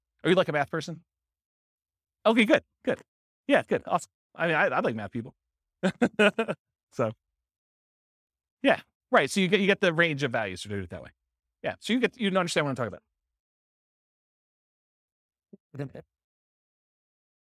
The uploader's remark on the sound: This was a live class recorded